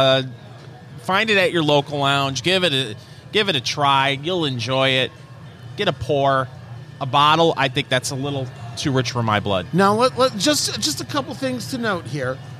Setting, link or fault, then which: setting, busy venue